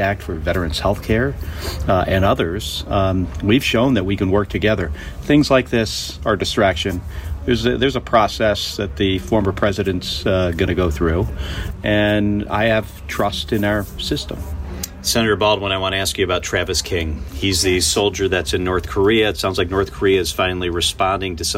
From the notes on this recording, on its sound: LIVE from the Wisconsin State Fair